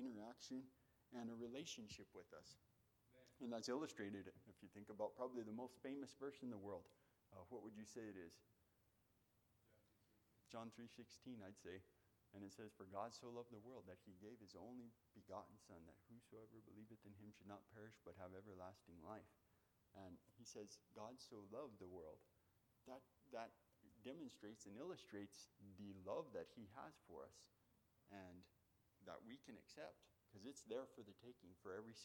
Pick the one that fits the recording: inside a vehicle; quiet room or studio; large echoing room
large echoing room